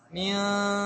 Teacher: Ya, tidak menempel sempurna, artinya bersiap-siap ya melafadzkan dal. Di saat itu pula berikan gunnah kamilah. Ya, dengung ditahan. · Setelah mengkasroh mim, mi, nah, setelah itu mi, letakkan ujung lidah pada ujung gigi seri atas karena za · Term: ikhfa